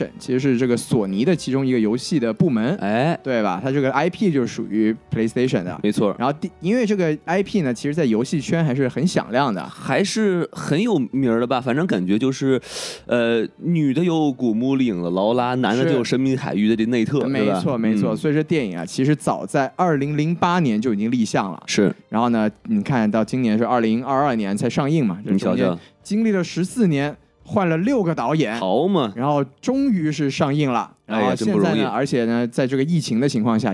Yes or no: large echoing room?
no